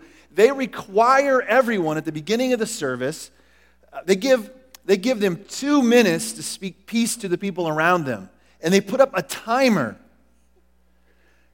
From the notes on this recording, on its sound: Recorded at The Calling Community Church located in Platte City, Missouri. Service is held at the Platte County High School Auditorium.